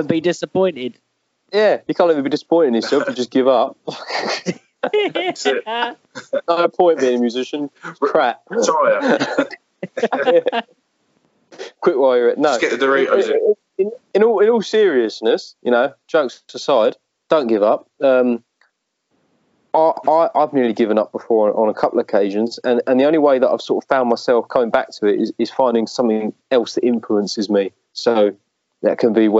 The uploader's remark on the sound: Because at this time the UK are on lockdown, we cannot meet in person to discuss this topic, so we have used Skype to help us bring this podcast to you, so we apologise for the audio quality.